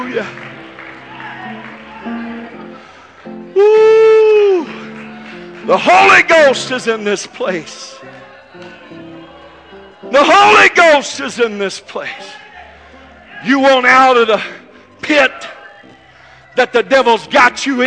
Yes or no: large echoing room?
yes